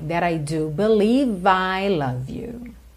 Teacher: That I, juntou aí com o rarara, that I do believe I love you. O E final do believe não é pronunciado, você já junta o V na próxima palavra